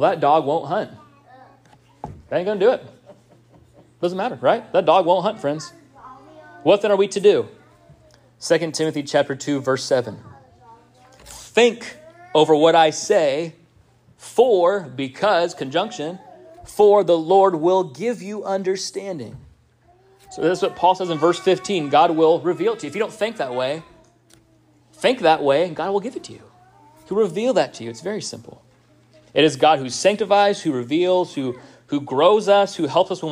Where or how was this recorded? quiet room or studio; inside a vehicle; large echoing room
large echoing room